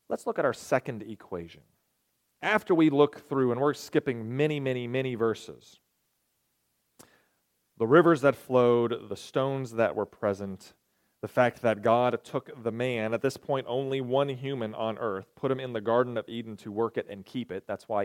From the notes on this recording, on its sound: At Ringgold Seventh-day Adventist Church.